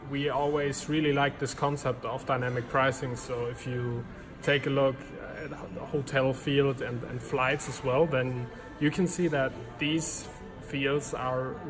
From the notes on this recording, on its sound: recorded on Day 1 of #dmexco19 - at a hotel lobby in Cologne, Germany